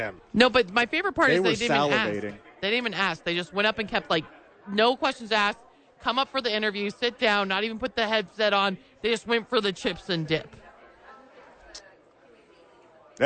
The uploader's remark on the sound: live from Sadies